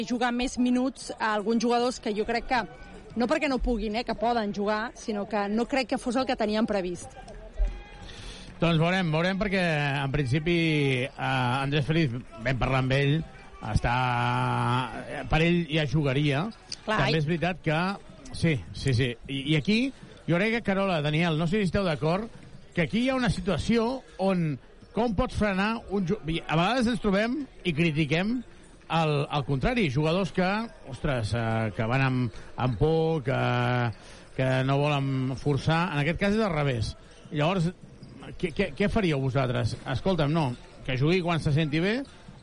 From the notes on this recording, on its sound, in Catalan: Transmissió en directe del partir Venice vs Joventut.